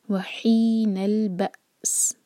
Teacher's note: حمزہ کا cut off sound clear اور پھر سین پر وسل والا ساؤنڈ